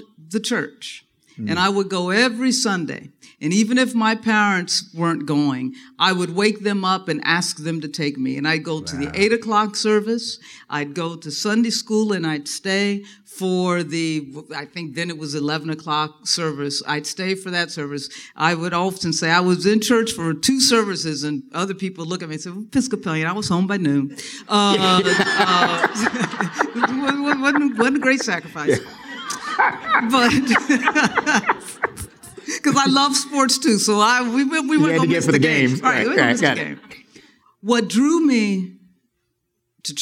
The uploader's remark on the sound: From our live show at Rooted in Jesus in Atlanta.